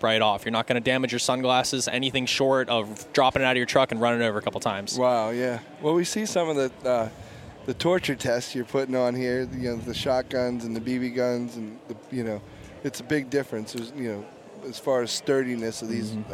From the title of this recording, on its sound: Live from the Great American Outdoor Show